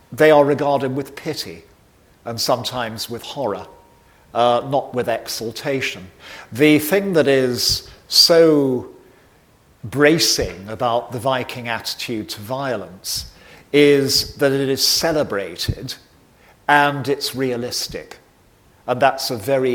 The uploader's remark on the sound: recorded on 8 March 2023 at David Game College, London